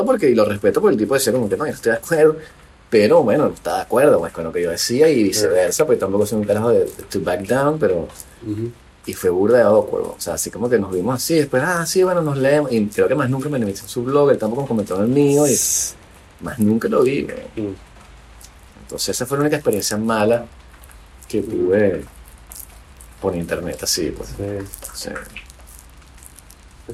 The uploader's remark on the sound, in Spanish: Desde una terraza en Avignon